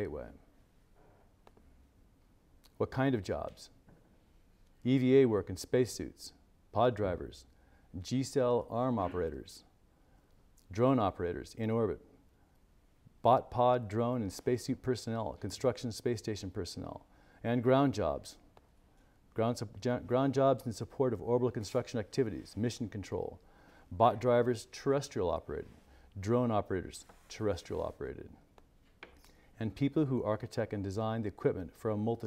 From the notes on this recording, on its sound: This lecture took place at the Keck Institute for Space Studies/Caltech on January 13, 2016.